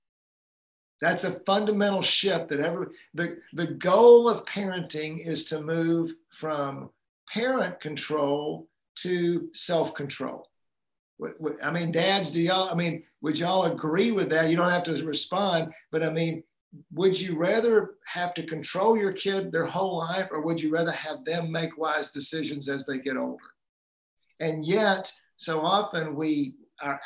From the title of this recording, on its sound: Live Community Call Q&A